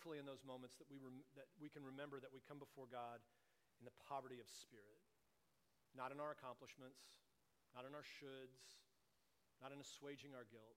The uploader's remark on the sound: Please excuse the quiet volume of the recording. We were experiencing technical difficulties.